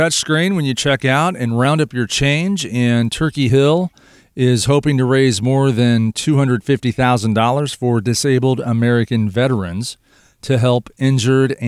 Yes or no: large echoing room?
no